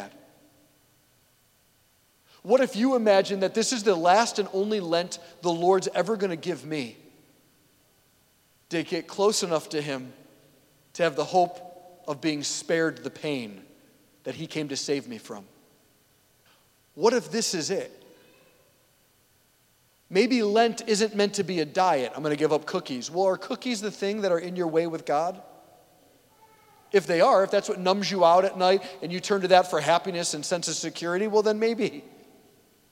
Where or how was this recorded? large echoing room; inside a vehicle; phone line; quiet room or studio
large echoing room